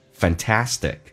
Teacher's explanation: 重音在后面，有两个 a，前面的 a 嘴型就很小